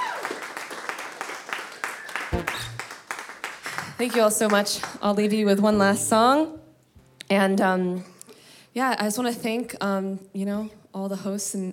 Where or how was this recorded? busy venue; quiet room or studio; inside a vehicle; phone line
busy venue